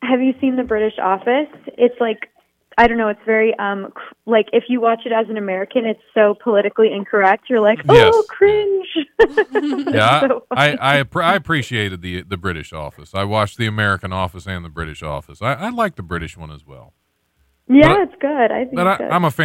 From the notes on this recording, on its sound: We talk on the phone.